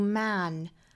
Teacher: 上下的开口度更大，它的发音的这个舌高位呢更靠后，很像一个啊这样的音